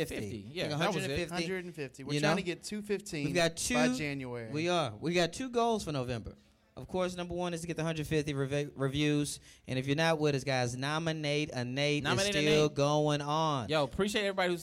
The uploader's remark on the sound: Forth & Ten LIVE NC Wesleyan. The guys are recording live from NC Wesleyan in Rocky Mount North Carolina, celebrating homecoming.